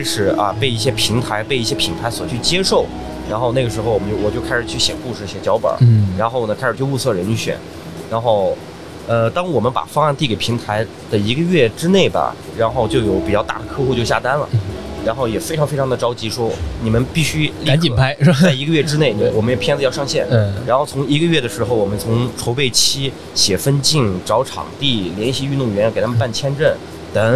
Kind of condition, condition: setting, busy venue